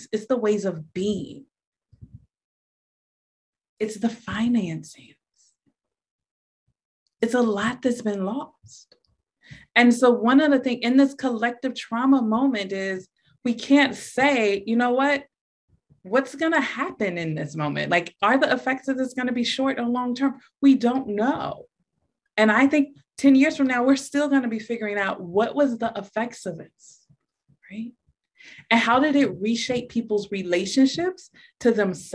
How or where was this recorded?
video call